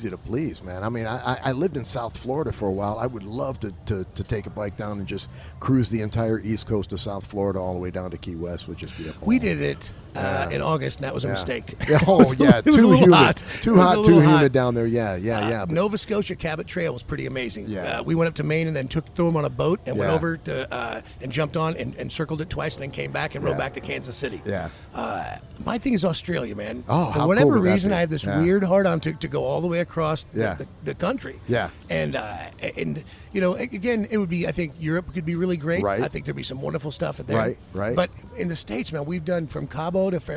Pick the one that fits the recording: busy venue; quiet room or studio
busy venue